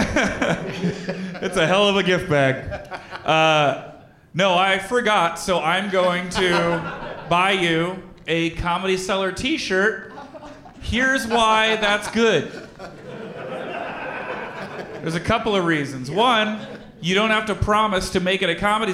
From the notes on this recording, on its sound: Live from the Comedy Cellar at the Rio Hotel in Las Vegas